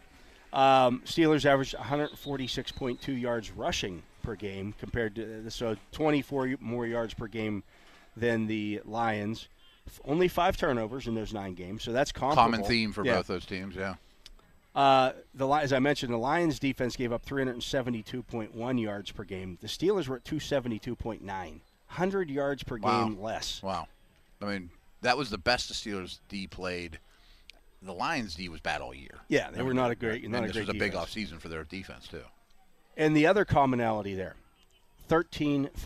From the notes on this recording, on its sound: The Drive live from OTAs. Are live from Steelers OTA's to wrap up week 2 of practices.